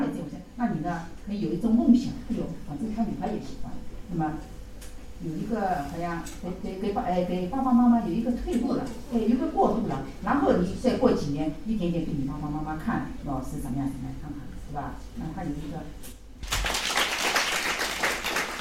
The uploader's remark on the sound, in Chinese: 亲子交流指导会。390shanghai 温馨咖啡馆走起！基中营广播第一时间去到活动现场，为大家带来活动现场最真实的声音。